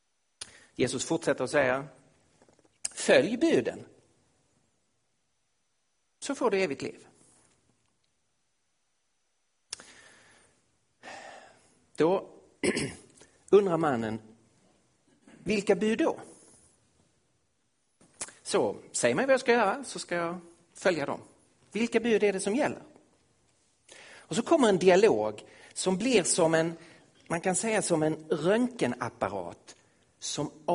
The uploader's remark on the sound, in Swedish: Inspelad i Missionshuset i Kristiansand, Norge 2016-08-21.